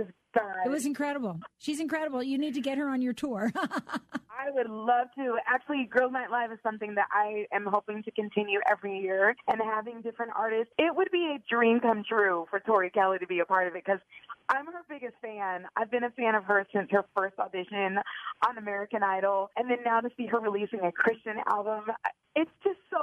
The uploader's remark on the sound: she surprises a listener with a phone call she'll never forget